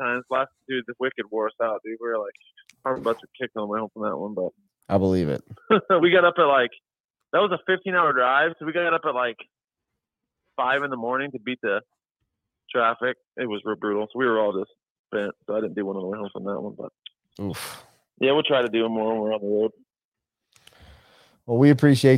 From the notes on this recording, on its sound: Live call ins